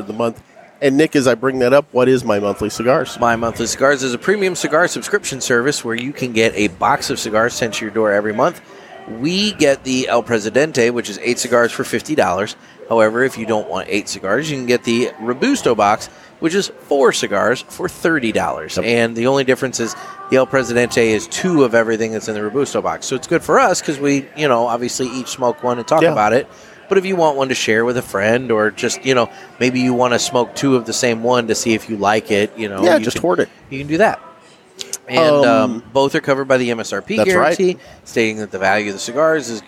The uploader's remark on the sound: Live from Ybor City 2021. We're coming at you Live from the JRE Tobacco Mobile Studios at King Corona in Ybor City! In town for the Cigar Heritage Festival and some general chaos.